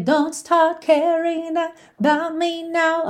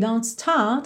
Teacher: em start, por exemplo, eu posso tirar essa enroladinha de língua e ter start, que é uma característica britânica, certo? Então aqui a gente teria don't start caring about me now, ok?